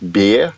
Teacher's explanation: dan zeg ik geen R meer aan het eind. Maar dan verander ik mijn E een beetje, want ik zeg niet B, maar ik zeg beer.